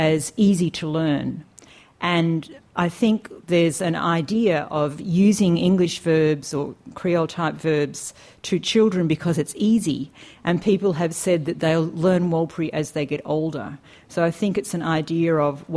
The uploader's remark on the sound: In this program, the speakers field questions from the audience and the seminar is concluded.